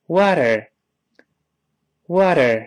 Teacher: 中间这个字母 t，轻轻地浊化成 d